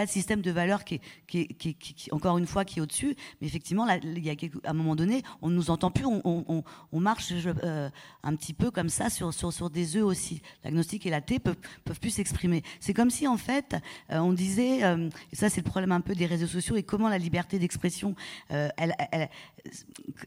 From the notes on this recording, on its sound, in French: Une table ronde suivi d'échanges avec le public